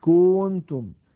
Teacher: الخطأ أن يمط ضمة الكاف فيقول مثلا كنتم